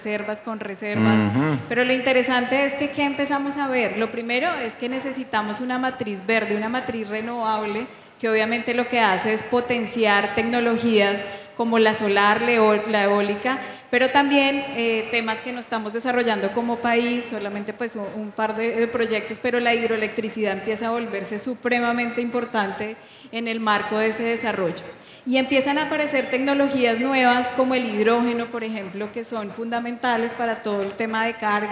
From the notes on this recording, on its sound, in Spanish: Este es un episodio grabado en vivo durante ANDICOM 2023 del panel.